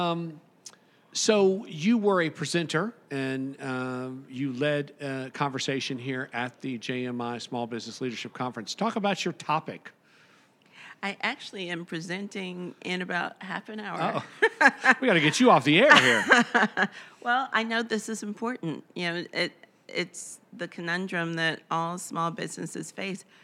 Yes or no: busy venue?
yes